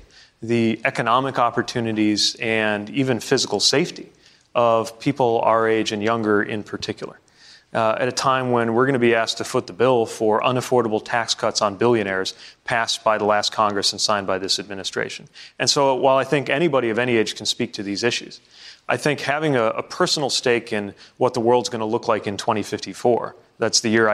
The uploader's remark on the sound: questions from students and young New Hampshire Democrats during a live town hall